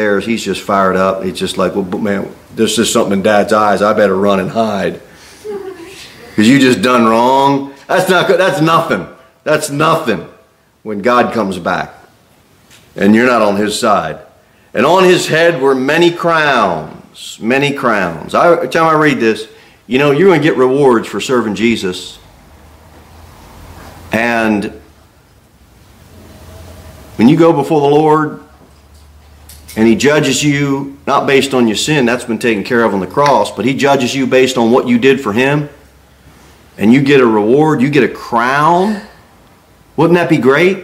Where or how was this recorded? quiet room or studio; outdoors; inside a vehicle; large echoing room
large echoing room